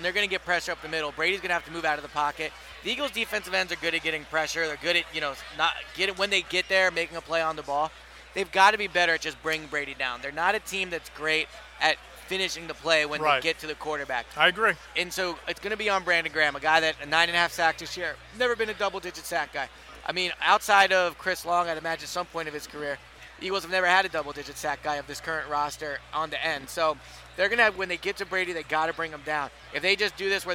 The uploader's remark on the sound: After a week of talking to all the experts on Radio Row. Once again recorded on Radio Row in Minneapolis.